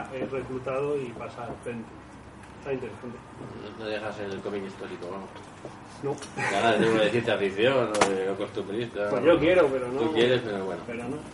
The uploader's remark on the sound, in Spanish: Charla de la III Buldog Con. Esta vez, el evento tuvo lugar en Atom Comics, en Madrid.